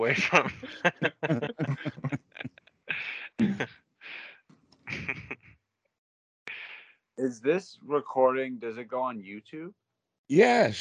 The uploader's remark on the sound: skype calls on this channel